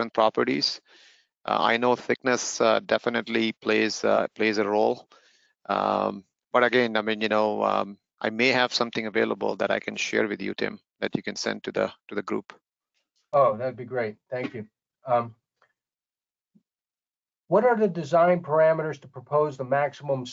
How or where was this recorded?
video call